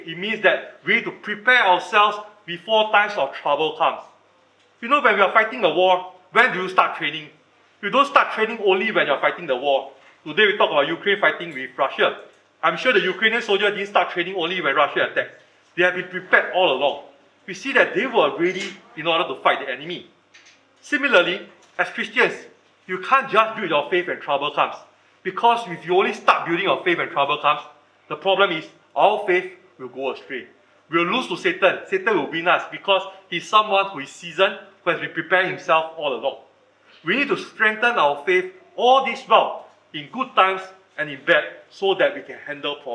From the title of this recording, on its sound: Recorded Live/Sermon